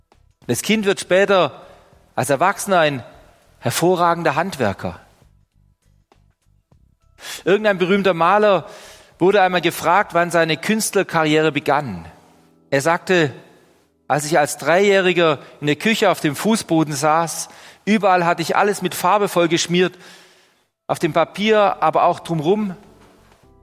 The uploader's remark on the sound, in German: Die Predigt aus dem Gottesdienst